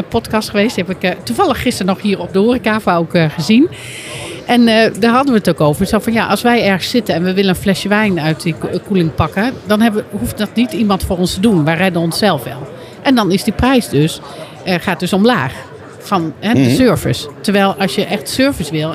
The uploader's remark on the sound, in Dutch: Aan de Stamtafel op de Horecava. Bij onze Stamtafel op de stand van de SVH. Is opgenomen te midden van de Horecava. Met dank aan SVH voor een plekje op hun Horecava stand.